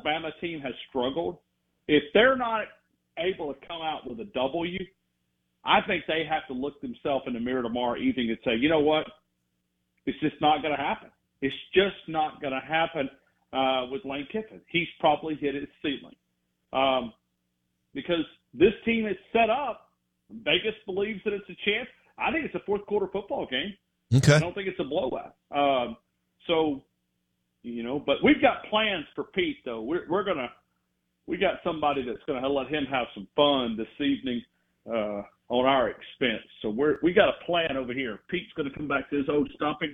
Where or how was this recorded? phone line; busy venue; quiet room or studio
phone line